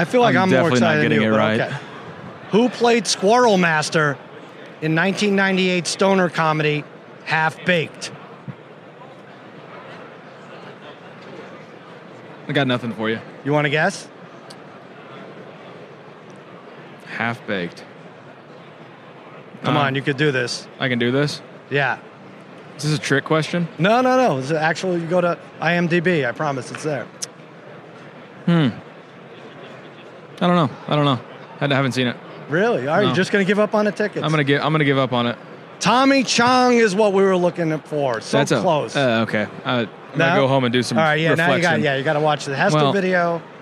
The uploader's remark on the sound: Live From Radio Row.